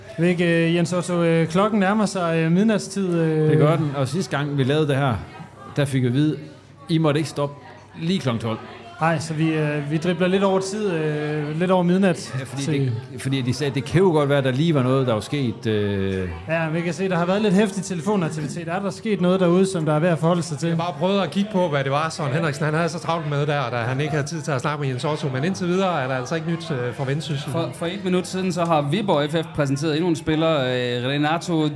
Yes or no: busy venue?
yes